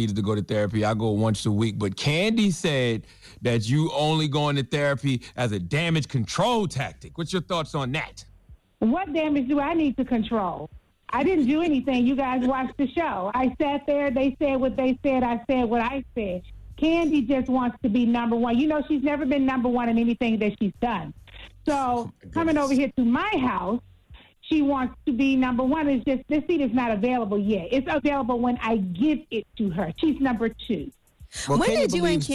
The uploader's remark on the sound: called